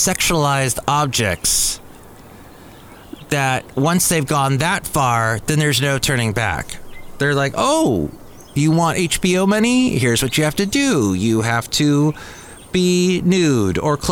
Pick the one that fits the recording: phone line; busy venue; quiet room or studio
busy venue